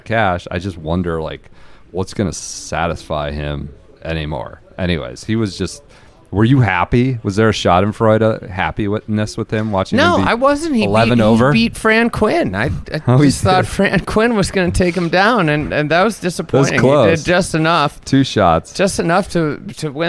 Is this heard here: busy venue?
yes